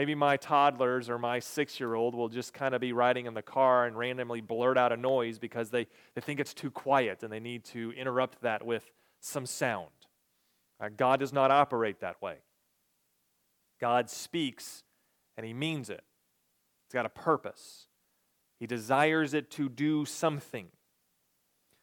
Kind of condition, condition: setting, large echoing room